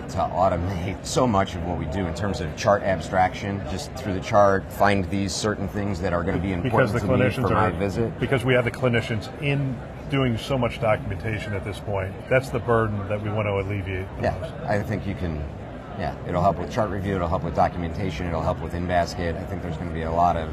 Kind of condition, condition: setting, busy venue